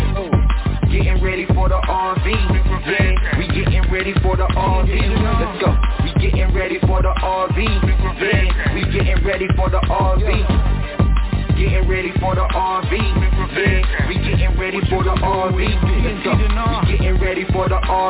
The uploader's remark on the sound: TNTSuperfantastic Conference Call.